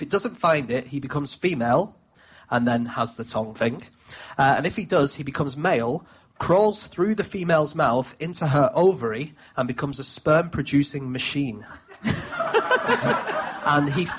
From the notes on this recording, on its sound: Live at the Soho Theatre